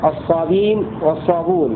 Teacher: وقرأ نافع بدون همز الصابين والصابون بترك الهمز